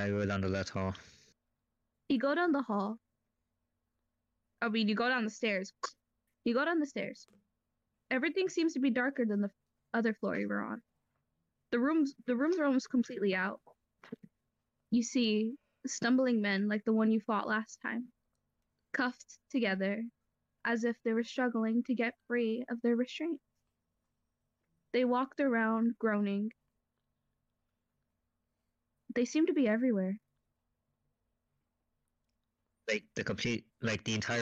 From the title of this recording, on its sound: sorry for crappy audio